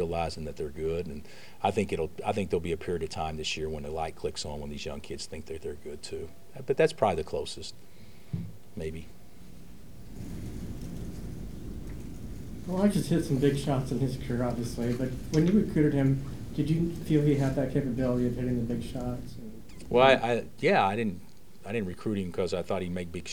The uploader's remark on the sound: Press Conferences & Post-Game Interviews